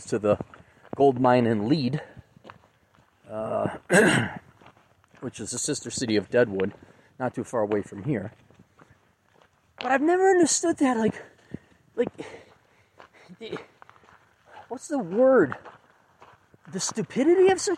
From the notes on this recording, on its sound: a short podcast while hiking